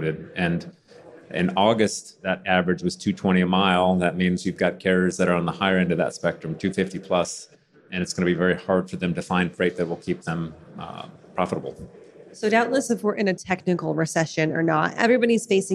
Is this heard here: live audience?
yes